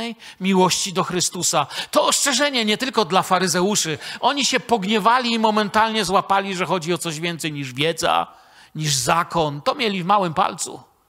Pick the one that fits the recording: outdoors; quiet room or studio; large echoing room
large echoing room